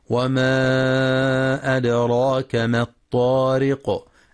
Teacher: وفي وما أدراك ينتبه للمد المنفصل وقلقلة الدال، كما ينتبه لترقيق الراء في كلمة الطارق مع مراعاة قلقلة القاف عند الوقف.